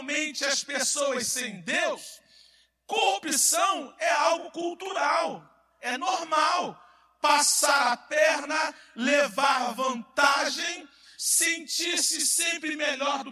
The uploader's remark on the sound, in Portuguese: CULTO AO VIVO